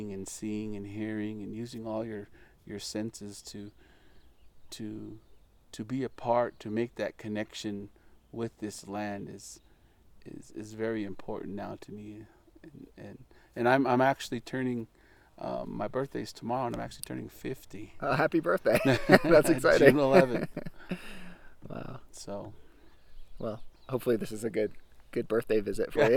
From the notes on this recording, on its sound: We recorded this episode sitting at a picnic table next to the rim of the Canyon, so you might hear some wind and other background noise.